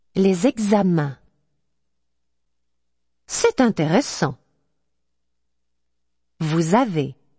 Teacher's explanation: But you do pronounce some final consonants if the following word begins with a vowel sound. This linking of the final consonant of one word with the beginning vowel of the next word is called liaison.